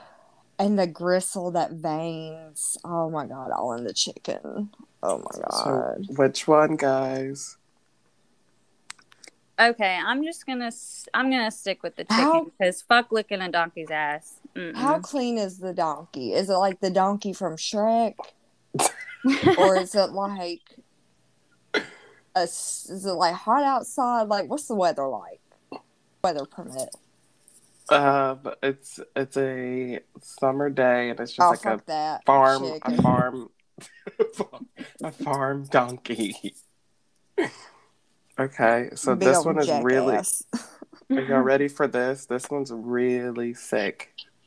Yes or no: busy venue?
no